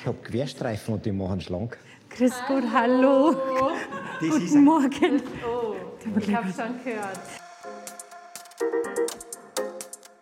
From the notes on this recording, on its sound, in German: Live vor Ort. Zu ihrem Besuch im Caritas Altenheim St.